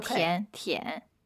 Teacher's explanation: So it's not second tone, it's third tone.